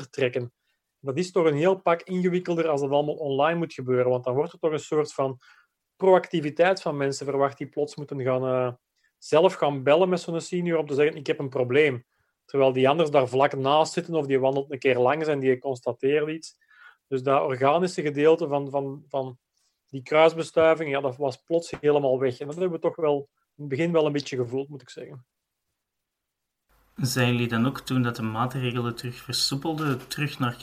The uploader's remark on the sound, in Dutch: Het interview gebeurde op een covid veilige manier over zoom.